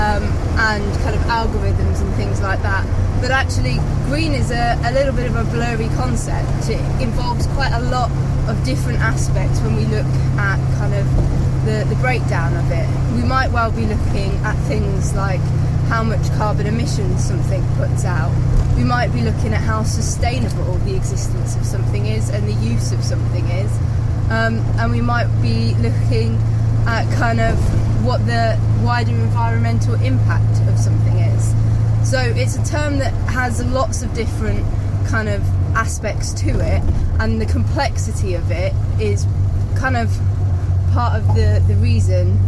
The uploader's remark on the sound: all recorded from my 1968 Morris Minor, Peggy